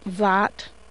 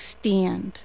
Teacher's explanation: the vowel a tends to lower in words like, for instance, that, but to raise when it's before a nasal consonant, so you get stuff like stand.